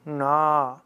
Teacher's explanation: Also zerebralisiertes Na. Zunge oben.